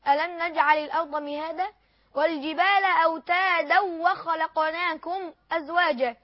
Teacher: من أصول الإمام خلف عن حمزة عدم الغنة إذا جاءت النون بعدها واو أو ياء وهو الإدغام لا يغن فيه، خلاف قراءة حفص عن عاصم.